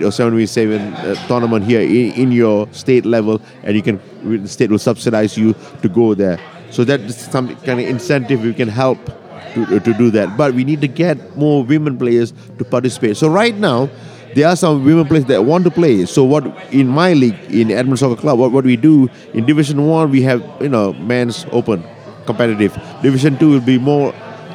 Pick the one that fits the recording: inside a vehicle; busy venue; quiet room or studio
busy venue